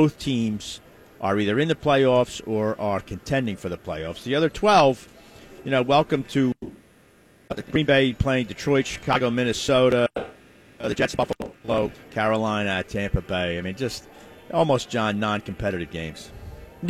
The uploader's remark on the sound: LIVE from the Parx Casino Sportsbook